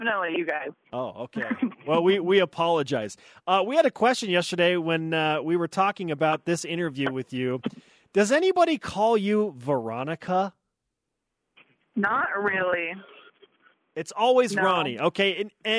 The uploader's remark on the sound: on the phone